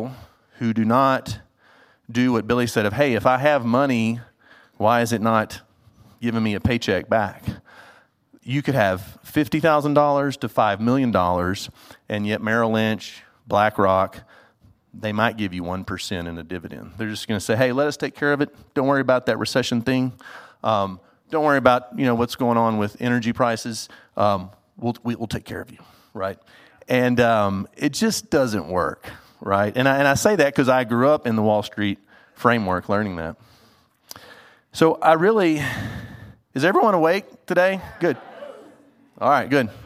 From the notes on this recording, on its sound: This episode was recorded live on April 29th at the WealthBuilders 2023 Real Estate Mastery Conference in Denver, Colorado.